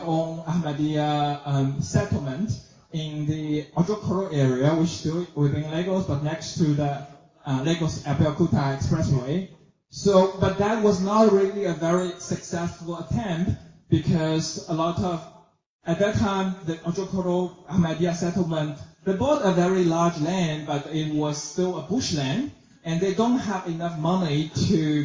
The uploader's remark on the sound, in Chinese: 原声现场｜中非文化沙龙。上海中非关系研究网络（ China-Africa Shanghai International Network ， CASIN ）在上海举办了第二场中非文化沙龙。本期播客受权分享演讲部分的现场录音。